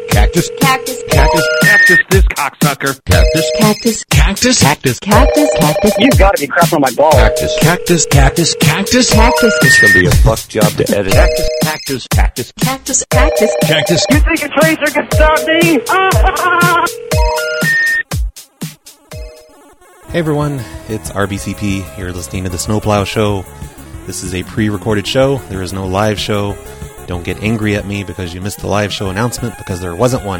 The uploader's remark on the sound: Prank Phone Calls Collection. Snow plow show reservations and voicemails.